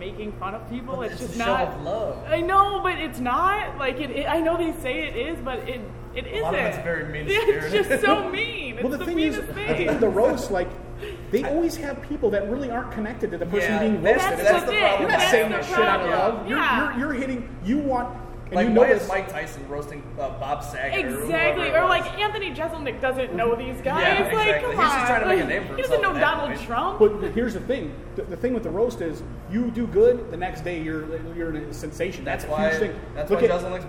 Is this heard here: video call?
no